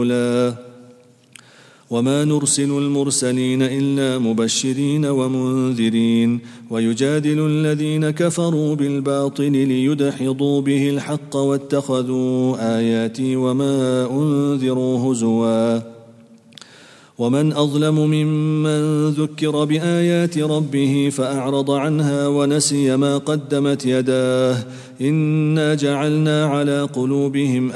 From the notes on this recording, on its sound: at the Houghton Masjid (West Street)